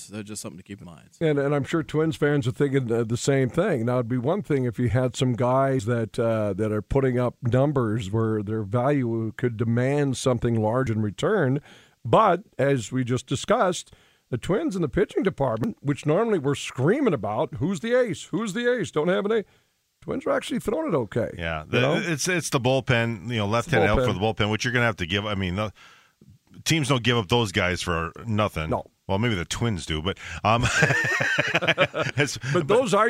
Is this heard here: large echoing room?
no